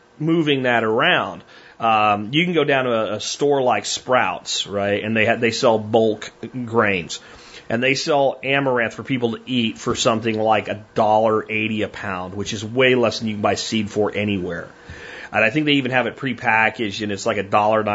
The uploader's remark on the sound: Listener Calls